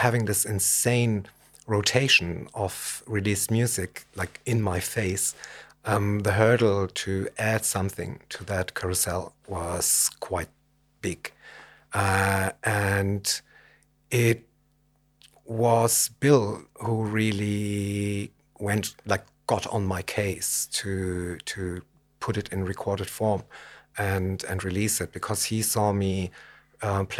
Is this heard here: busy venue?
no